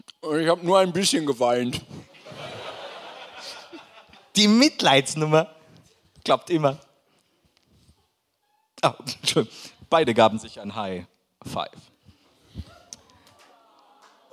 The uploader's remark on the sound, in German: Live aus dem Schlachthof in München.